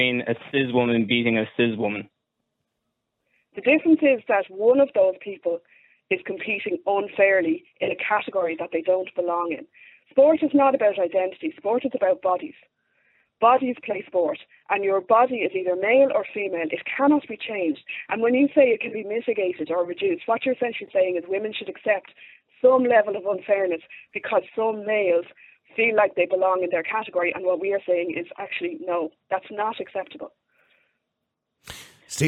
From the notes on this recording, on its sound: callers call in to have their say.